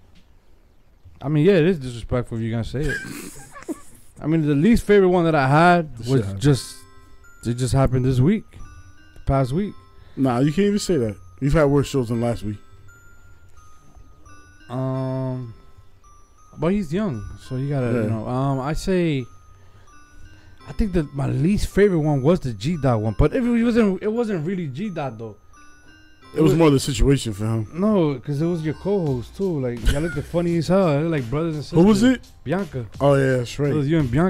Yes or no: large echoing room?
no